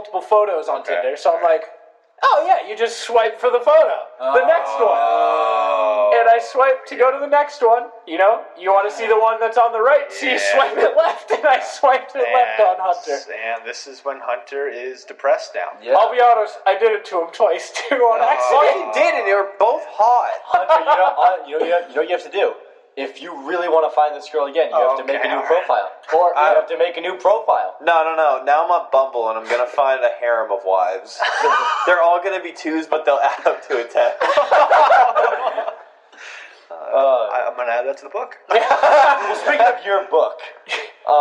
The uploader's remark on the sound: FINAL BAD AUDIO QUALITY EPISODE! We've finally invested in equipment so brace your ears for some echos.